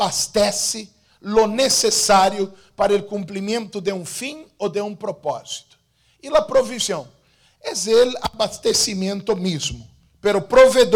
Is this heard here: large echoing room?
yes